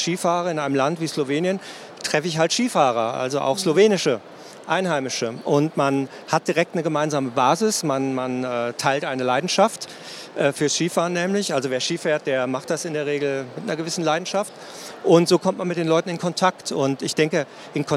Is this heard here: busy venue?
yes